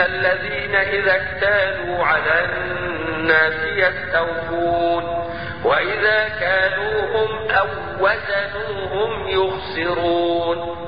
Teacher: الواو في كلمة أو مضغمة في الواو من كلمة وزنوهم وليس بينهما فاصل